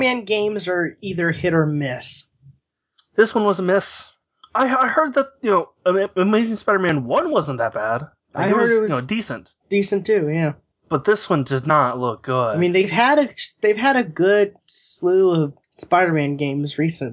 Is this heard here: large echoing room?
no